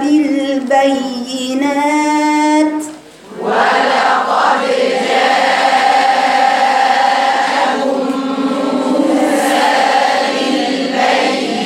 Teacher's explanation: الميم مع الميم في غنة حركتين